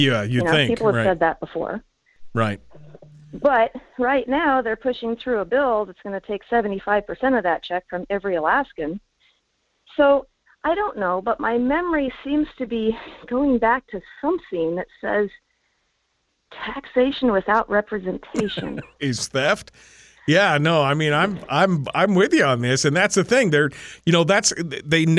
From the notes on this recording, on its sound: we'll entertain some phone calls